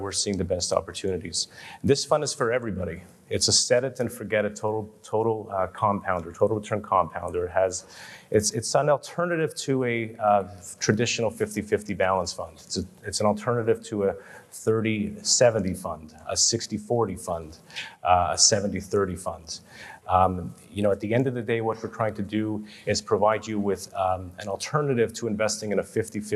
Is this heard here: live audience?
yes